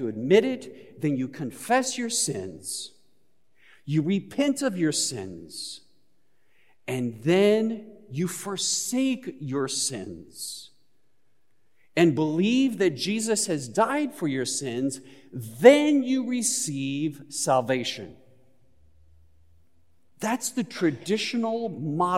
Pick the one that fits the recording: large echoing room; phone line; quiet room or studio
large echoing room